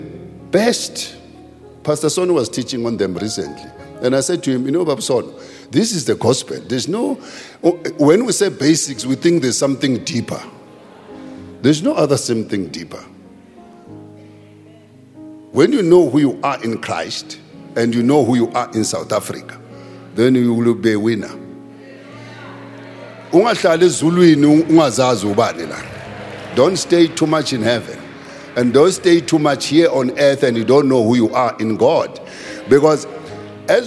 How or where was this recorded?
large echoing room